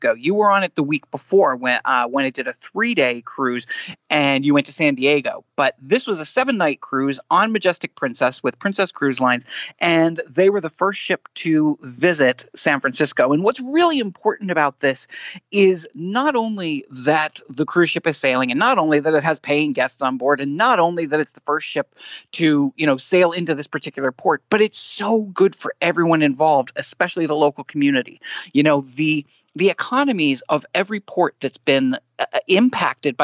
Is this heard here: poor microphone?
no